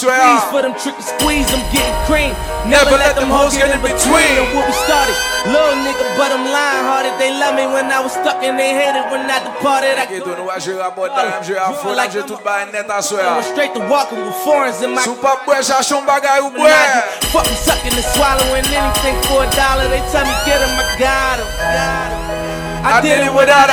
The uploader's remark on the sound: LIVE AT WE LIT DR (Santo Domingo )